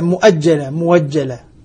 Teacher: إذن هنا يعني الهمزة المفتوحة بعد الكسر يسمعها ياء يحولها تتحول إلى تتحول إلى ياء مبدلة من مبدلة من الهمزة، وبعد الضم يسمع واوا مبدلة من الهمزة